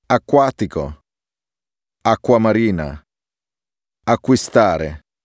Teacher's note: When the combination Q, U is preceded by a C, as in the word acqua, the sound is slightly lengthened, as with a double consonant.